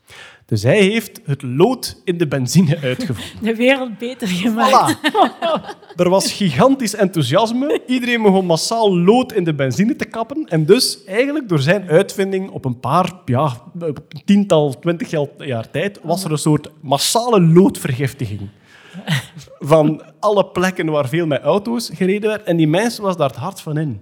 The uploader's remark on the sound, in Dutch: Live op "9000 Boeken" in Gent.